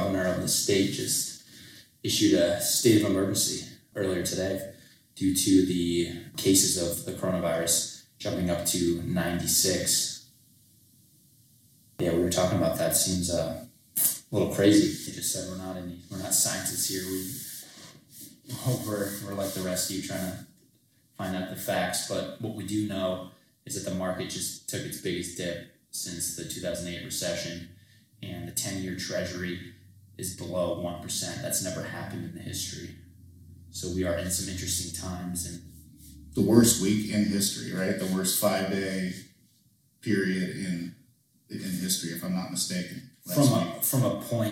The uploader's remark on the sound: We recorded this hours after the Governor of Massachusetts declared a state of emergency. Our apologies for the mediocre audio quality. This recording was made in less than ideal conditions.